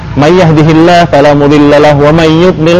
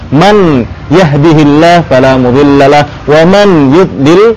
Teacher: itu kan aslinya man yahdihillah, kemudian kita idghamkan menjadi mayyahdihillah · Shown in: first take